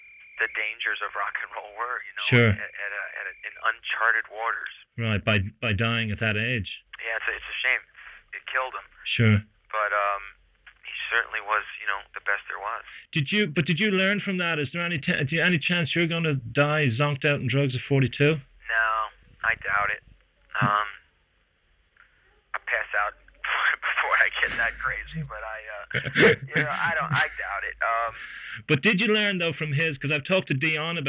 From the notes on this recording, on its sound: This is an interview I did over the phone in 1993 for The Irish Times.